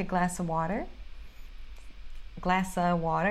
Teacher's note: Nem fala of, é a glass of water.